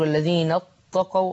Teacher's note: عشان القاف بعدها حرف مفخم، فيبدل التاء بطاء عشان تتناسب تفخيمها مع الايه؟ او يفخم التاء.